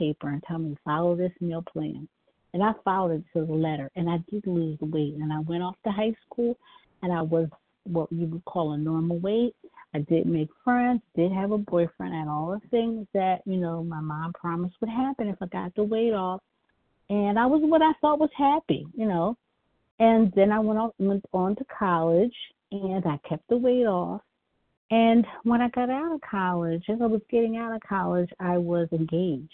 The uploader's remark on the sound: 100 Pounders Phone Meeting, 6/19/23.